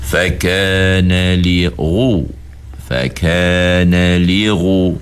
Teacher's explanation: Isti'la ni kena tebal. Cuma nak tebalnya itu macam mana? Kita kena angkat pangkal lidah.